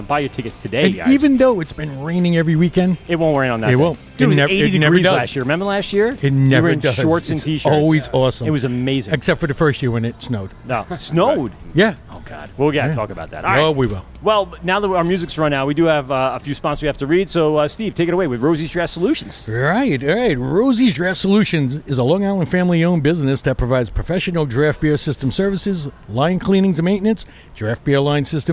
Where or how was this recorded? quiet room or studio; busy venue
busy venue